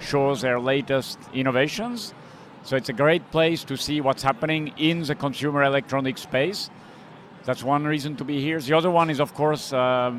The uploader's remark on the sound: Recorded LIVE From CES. LIVE on stage at the Swiss Tech Pavilion.